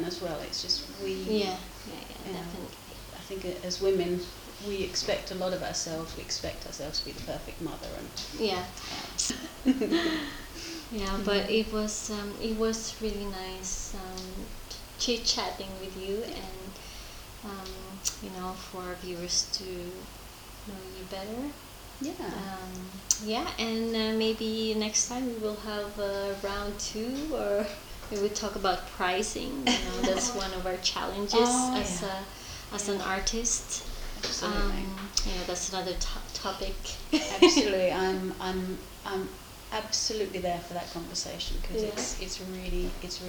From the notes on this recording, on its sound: The quality of the audio will need more of the listener's patience since you will be able to hear the static sound from our mic. I left my other camera and the splitter cable at home.